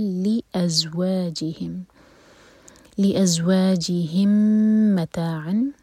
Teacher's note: میم پر ادغام ہو رہا ہے، میم اور میم کا ادغام متماثلین